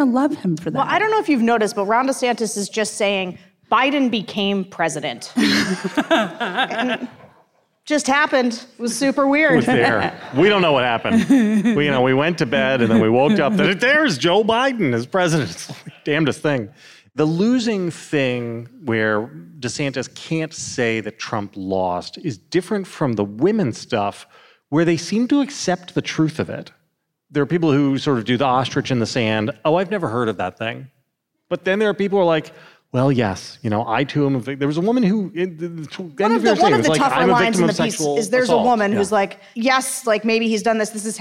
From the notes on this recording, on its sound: LIVE from NYC. As part of The Bulwark's live event in NYC!